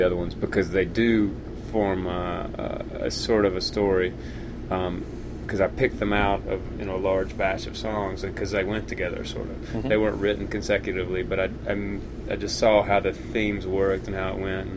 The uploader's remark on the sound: I jump on the bus. At The Revival Tour in Denver, Colorado.